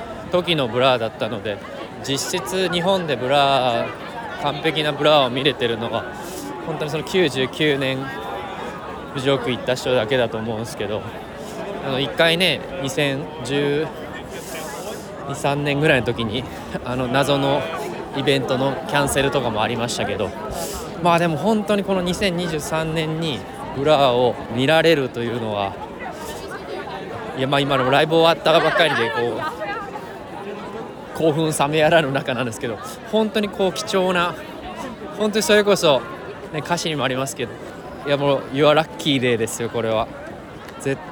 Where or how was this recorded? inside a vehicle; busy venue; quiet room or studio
busy venue